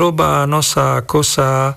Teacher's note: Pri slovesných tvaroch roba, nosa, kosa sú na konci dlhé samohlásky, to znamená, že tu nie sú dvojhlásky